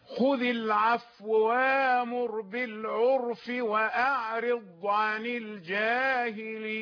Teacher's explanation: فقالوا نضطر لحركة خفيفة في الواو المدغمة، يعني يقرأ خذ العفو وامر بالعرف وأعرض عن الجاهلين. الفاء ساكنة فتخطف جزءا من الحركة حتى يتيسر الإدغام. خذ العفو وامر بالعرف وأعرض عن الجاهلين، ويقرأ وامر لأنه يبدل الهمزة.